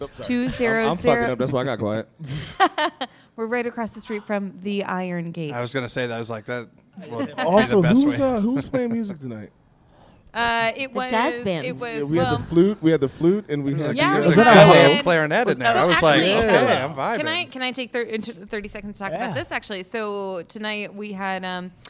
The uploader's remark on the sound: Live From The Blaguard, WASHINGTON, DC